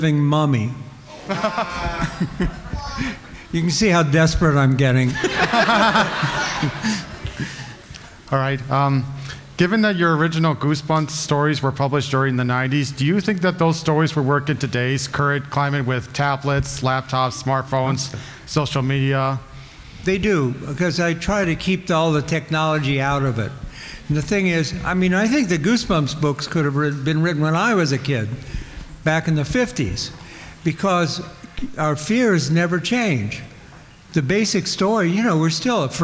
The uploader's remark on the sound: In our second live show from the Brown County Library Pop-Con. In this wide-ranging interview in front of a massive live audience.